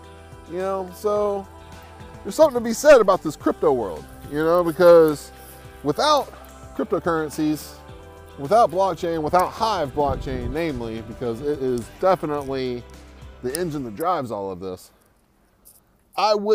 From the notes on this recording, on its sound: Today I am sitting by the river